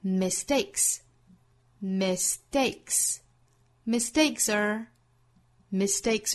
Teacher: mistake 这个词重读在第二个音节上。